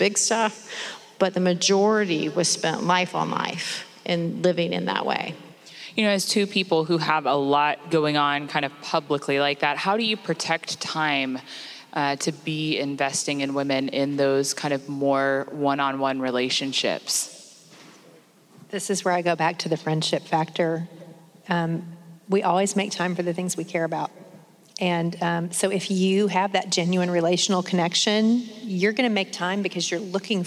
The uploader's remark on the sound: Our very first Journeywomen Live event that was recorded this past summer at The Gospel Coalition Women’s Conference.